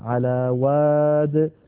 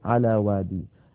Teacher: عندنا أيضا في سورة النمل حتى إذا أتوا على واد النمل، على واد النمل نقف عليها على واد ولا نقف على وادي · Shown in: first take